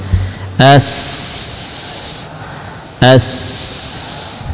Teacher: S, S, ya, ketika ujung lidah tadi menempel pada gigi seri bawah, kemudian suara dan nafas mengalir melewati celah, ya, celah yang ada di atasnya, celah yang sangat sempit, ya, yang masih sedikit terbuka, ya, antara gigi seri atas dan bawah, ya, nempel di sini, suaranya keluar lewat celah-celah di atasnya. · Kalau ini betul, kalau ini betul-betul ujungnya, ya, yang paling depannya, ya, bukan dari arah punggung tapi ujung yang paling depan menempel pada permukaan dua gigi seri bawah · Term: huruf sin